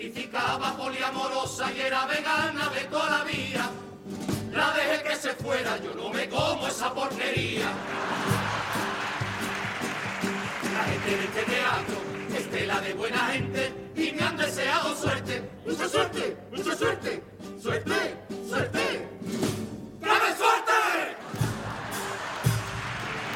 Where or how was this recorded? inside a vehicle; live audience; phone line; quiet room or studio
live audience